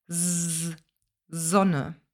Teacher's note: Standardsprachlich würde man in Deutschland Sonne mit einem stimmhaften S sagen. S, Sonne. In Österreich zum Beispiel aber mit einem stimmlosen S, also Sonne.